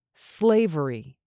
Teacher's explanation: There are three syllables in this word, but the last two are said more quickly. Stress the first syllable. Slavery.